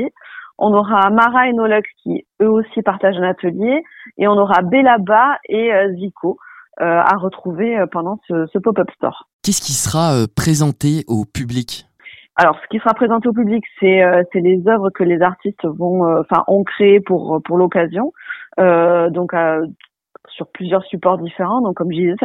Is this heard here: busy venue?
no